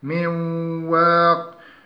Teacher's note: النون الساكنة المضغمة في الواو، فهي تخرج من الخيشوم والشفتين، أي تتردد بين مخرج النون والواو غير المادية، مثل من